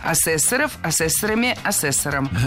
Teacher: Существительное «ассессор» имеет неподвижное ударение на втором слоге. Ну а раз оно неподвижное, значит, мы его не двигаем при изменении слова.